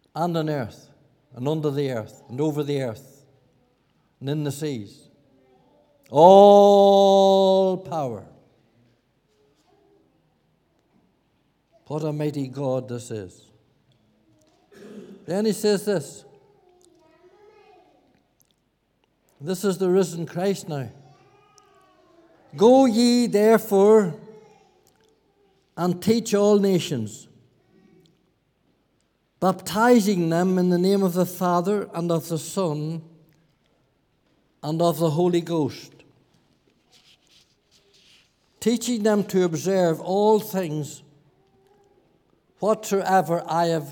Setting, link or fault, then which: setting, large echoing room